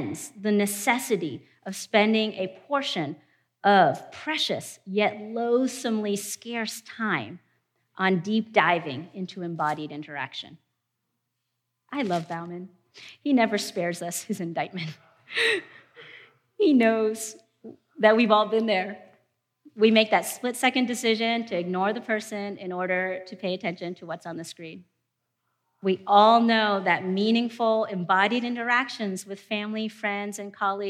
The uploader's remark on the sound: presentation from our 2019 conference